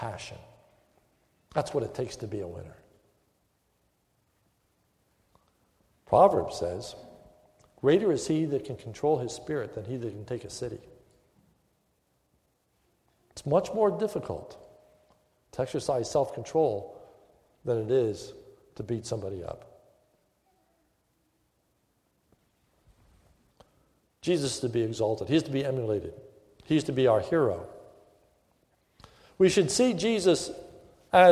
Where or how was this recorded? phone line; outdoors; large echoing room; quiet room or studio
large echoing room